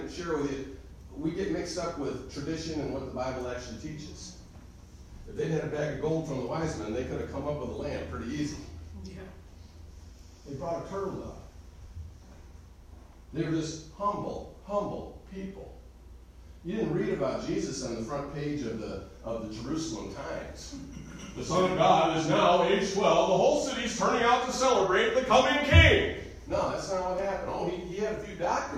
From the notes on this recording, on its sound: Recorded live am message